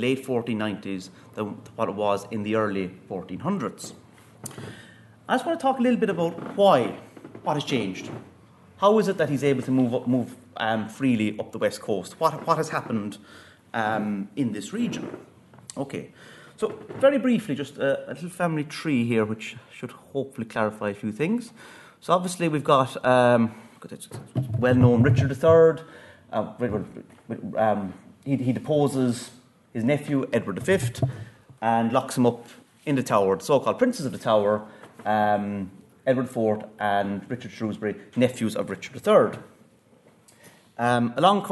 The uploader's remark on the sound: at the 2022 Tudor and Stuart Ireland Conference.